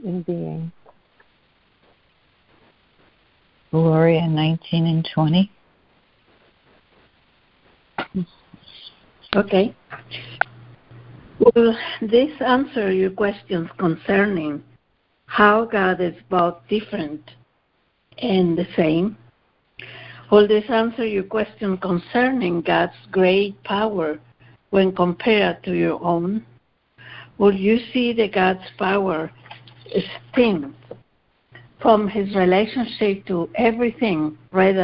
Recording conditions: phone line